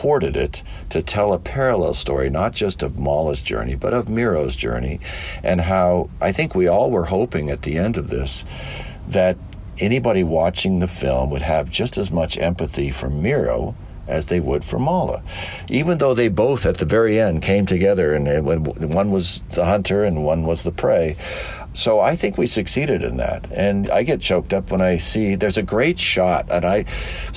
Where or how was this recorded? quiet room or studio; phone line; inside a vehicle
inside a vehicle